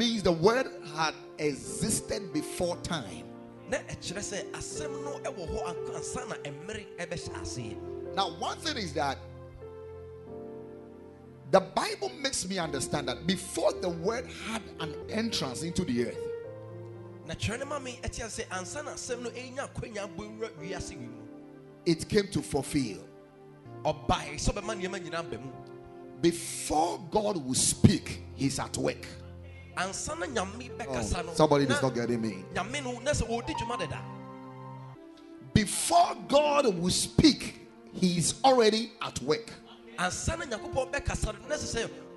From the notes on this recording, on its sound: Preached at the Ekklesia Chapel.